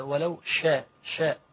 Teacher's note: ان هو يجعل الهواء ينتشر داخل الفم عشان يحقق التفشي صفه الشين